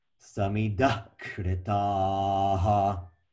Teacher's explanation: And the samida, the DH aspirated, plus the visarga.